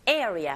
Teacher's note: Area, 첫 번째 강세 주시면 됩니다